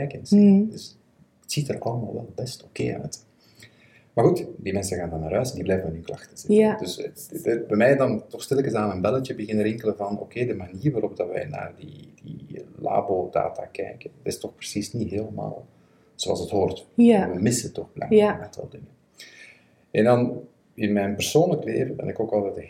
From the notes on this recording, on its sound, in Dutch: We zijn ons er van bewust dat de geluidskwaliteit niet optimaal is